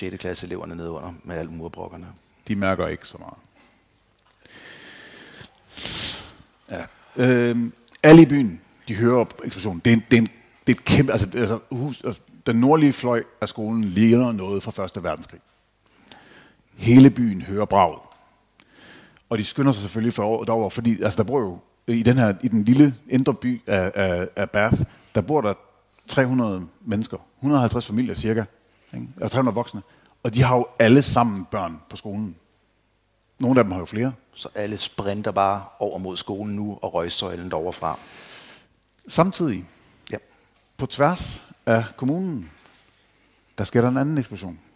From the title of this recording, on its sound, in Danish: Live fra Horsens Krimimesse ‘22